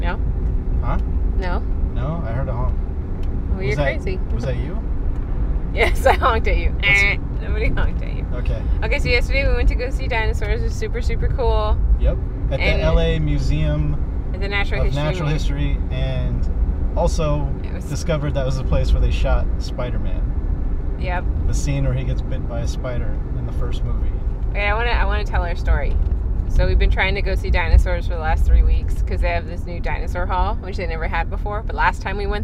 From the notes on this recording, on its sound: This introductory episode starts with a conversation (recorded on the road). Then it's picked up back at home.